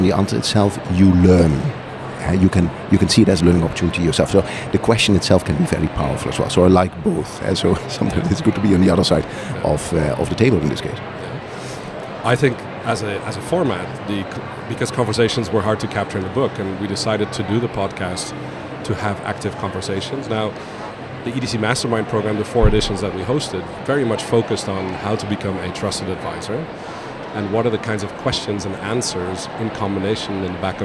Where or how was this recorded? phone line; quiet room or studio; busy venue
busy venue